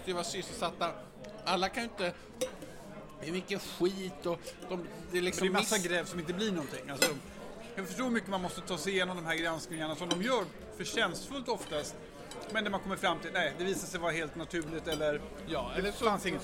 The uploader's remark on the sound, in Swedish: Den enda podcasten som spelas in “live” på Riche.